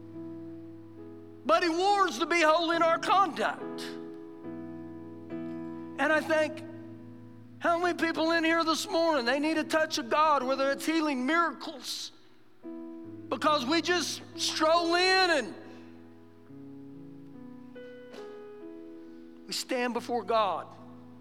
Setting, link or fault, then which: setting, live audience